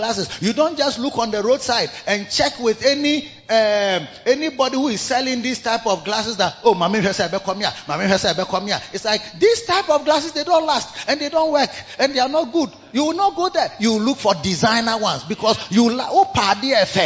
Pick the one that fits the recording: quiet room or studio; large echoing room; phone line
large echoing room